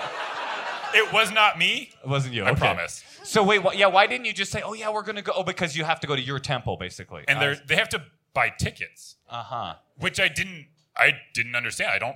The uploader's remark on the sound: Live From the High Plains Comedy Festival